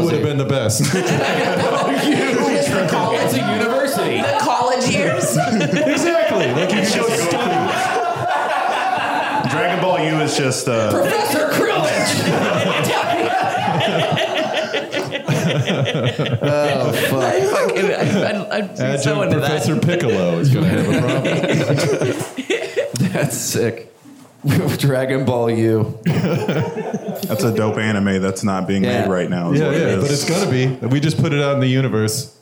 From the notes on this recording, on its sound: Live from Pacific Crest Comedy Fest! A few other topics thrown out from our live audience.